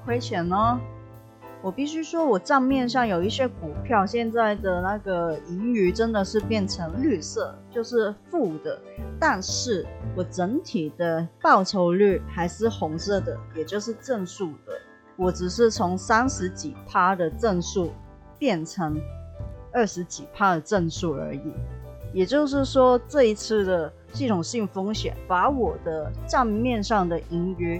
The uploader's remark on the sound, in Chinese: 這次的錄音MIC有點狀況，聲音大小不太穩定，音質也不太好，請見諒